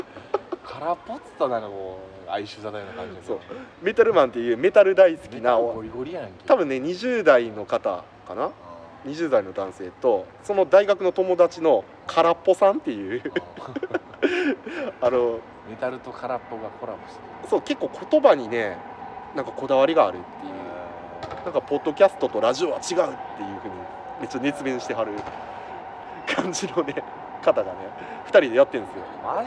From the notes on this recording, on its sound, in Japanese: 公園で収録してます。